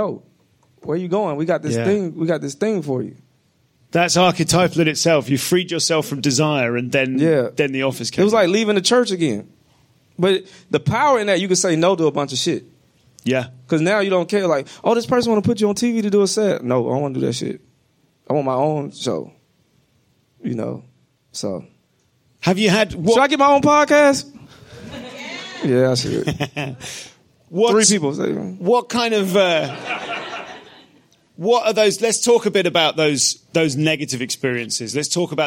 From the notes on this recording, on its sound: Live at SXSW. In this live special from South By South West.